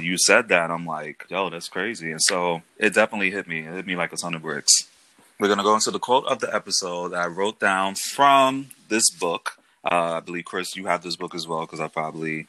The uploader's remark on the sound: Due to social distancing we're recording via phone. There is background noise and a few technical interruptions.